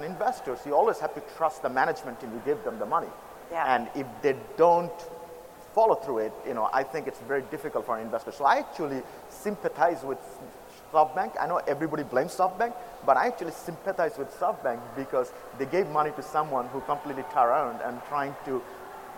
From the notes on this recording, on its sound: from the Sooner Than You Think conference in Brooklyn